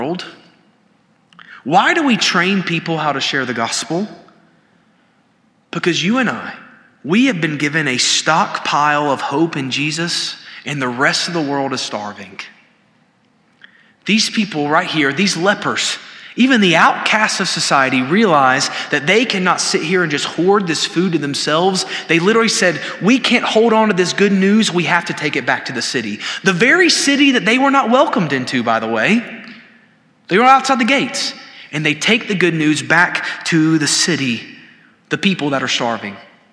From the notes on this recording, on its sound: This sermon was delivered on April 19, 2023 at First Baptist Church Hendersonville, NC during the Wednesday night Bible study hour.